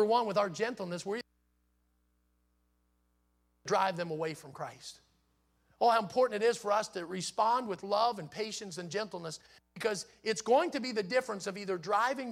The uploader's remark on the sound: in the Sunday Morning Service on May 14, 2023, at Victory Baptist Church in Boonsboro, Maryland.